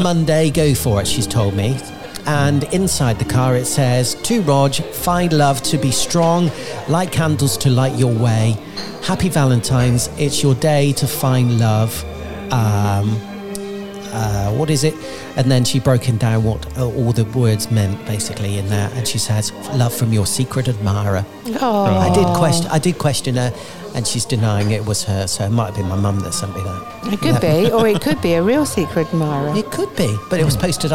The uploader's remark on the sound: recording from Cantine on Fleet's high street.